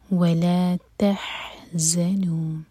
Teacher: ز buzzing sound کے ساتھ